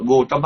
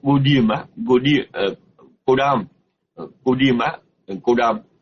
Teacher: Thì khi chúng ta âm là Cồ Đàm á, cái âm T trở thành âm D đó